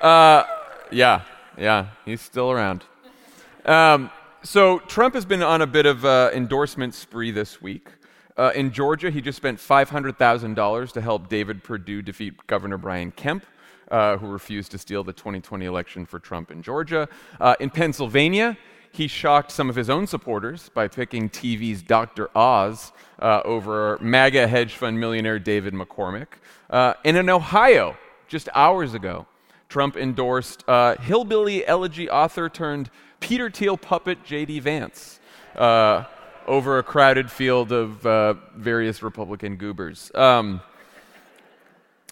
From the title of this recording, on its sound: Live from Boston